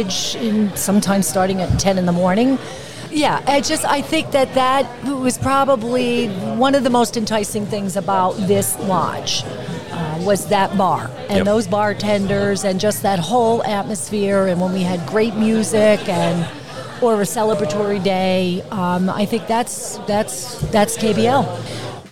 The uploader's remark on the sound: The Killington Download Podcast took the microphones on the road and set up shop during one last party at the Mahogany Ridge Bar.